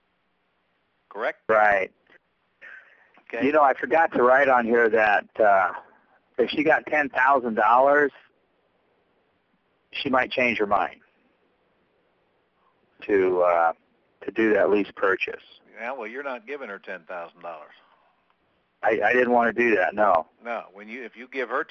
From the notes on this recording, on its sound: Q&A Call